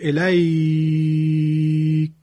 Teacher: اگه الیکه بگیم پس الان فعلا مد لین نداریم، وقف که میکنیم میشه الیک، کاف ساکن شد، شد سبب مد لین